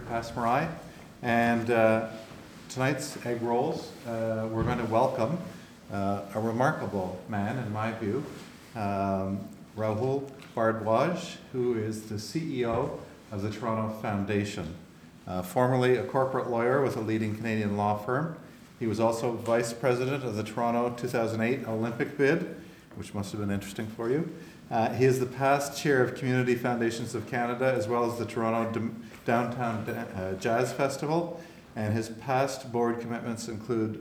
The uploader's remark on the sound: This is a live recording